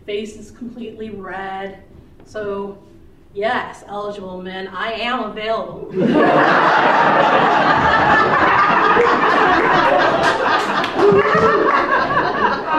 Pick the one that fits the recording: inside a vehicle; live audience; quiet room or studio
live audience